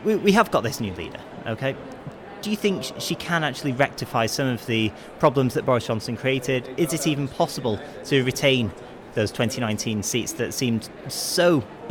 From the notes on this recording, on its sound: live at the Conservative Party Conference 2022